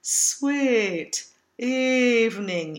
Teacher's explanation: You can hear when I lower my tongue that the vowel ends up almost I. Instead of lowering the tongue, think of lifting the soft palate to get the space you need to make the words ring properly and feel comfortable.